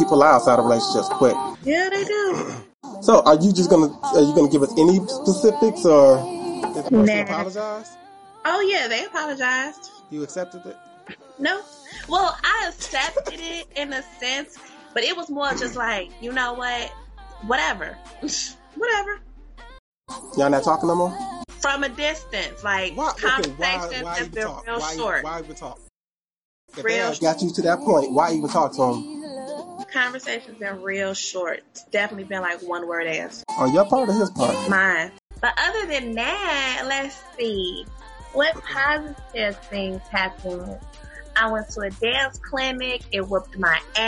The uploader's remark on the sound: This is our very first episode reedited to fix the sound issues as best as one can.